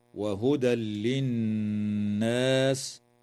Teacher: ويدغم في اللام من غير غنة